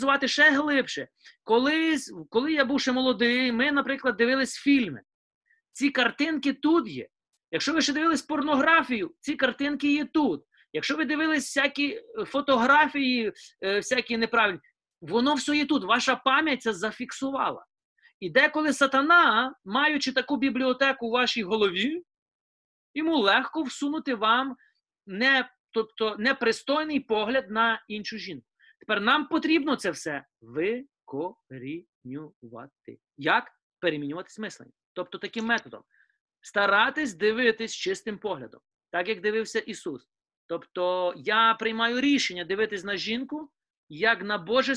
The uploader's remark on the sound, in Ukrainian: Zoom зустріч